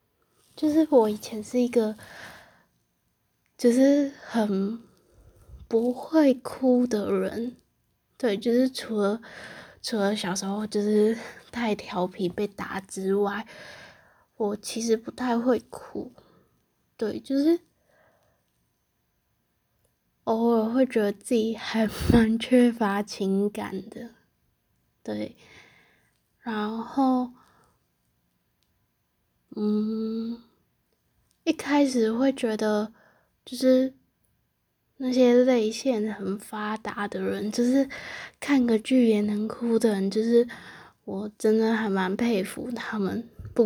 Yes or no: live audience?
no